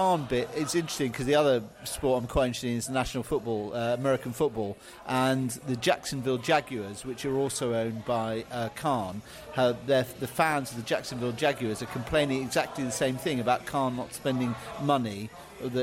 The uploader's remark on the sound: Wolverhampton Wanderers pre-match podcast from the pub. Fans in the pub after Preston victory.